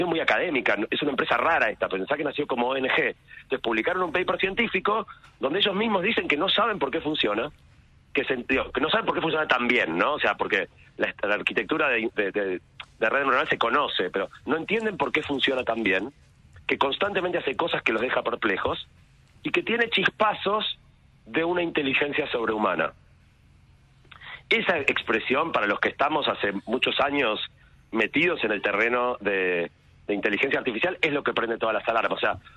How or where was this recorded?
phone line